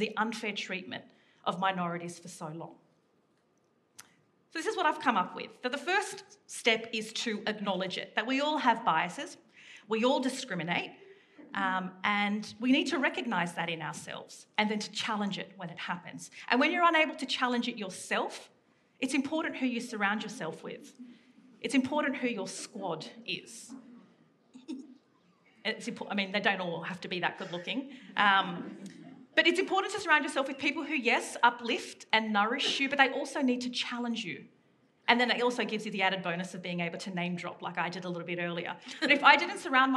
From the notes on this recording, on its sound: This event was recorded live at the Sydney Opera House.